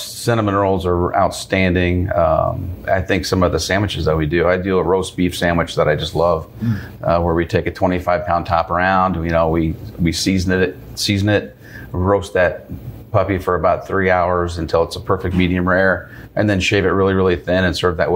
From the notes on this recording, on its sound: on this episode of Business Over a Brew from Elijah P's Burgers and Brews in Alton